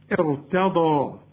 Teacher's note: واخد بالك، هنفخم الراء، هنكسر الهمزة وأفخم الراء